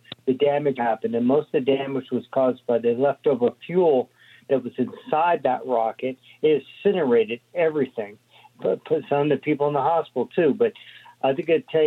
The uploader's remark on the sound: We take your calls in open phones across America.